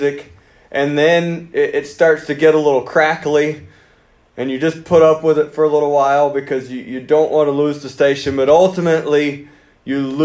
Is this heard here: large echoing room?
yes